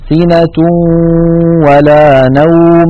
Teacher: الآن نقول تتابع الحركتين مع عدم تشديد الواو والياء الآتيان بعد التنوين دلالة على إدغام النون الساكنة والتنوين في الواو والياء إدغاما ناقصا تبقى فيه الغنة